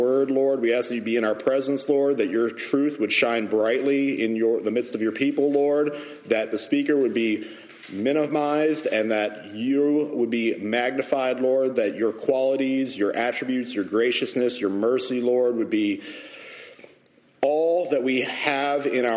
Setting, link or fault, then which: setting, large echoing room